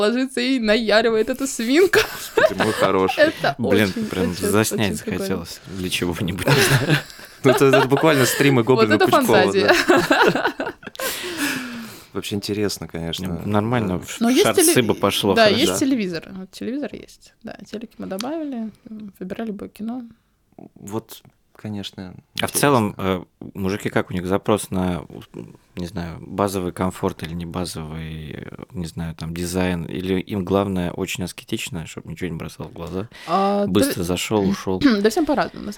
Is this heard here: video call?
no